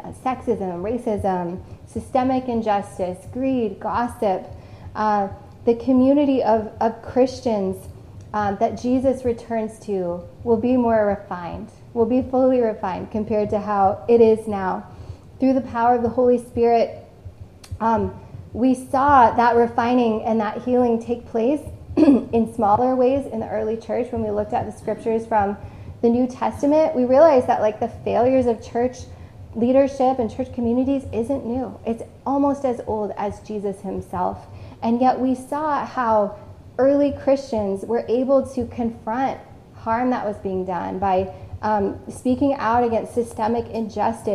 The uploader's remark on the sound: This message was originally preached on October 10, 2021, at CityChurch in Iowa City.